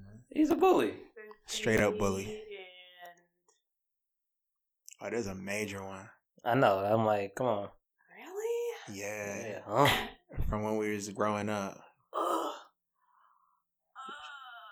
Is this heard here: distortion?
yes